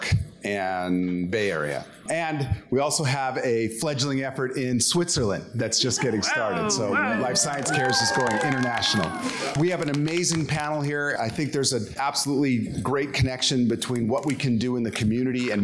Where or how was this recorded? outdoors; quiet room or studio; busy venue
busy venue